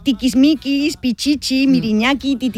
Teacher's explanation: la I, al ser una vocal cerrada y anterior, tiene un timbre agudo y las lenguas y sus hablantes pueden explotar ese sonido para crear pues esa sensación expresiva.